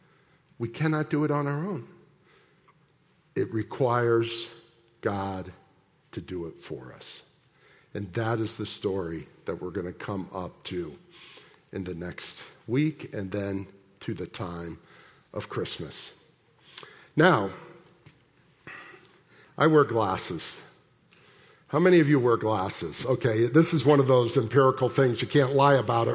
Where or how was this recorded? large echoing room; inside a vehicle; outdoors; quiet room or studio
large echoing room